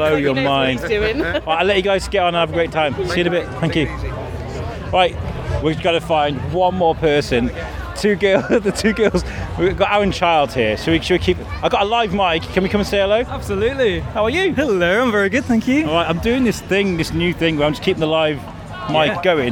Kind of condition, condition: setting, busy venue